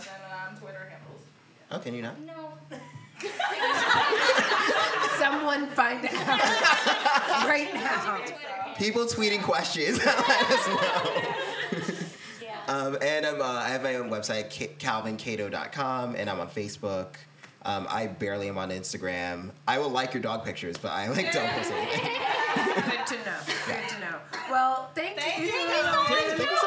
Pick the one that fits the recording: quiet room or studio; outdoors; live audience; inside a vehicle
live audience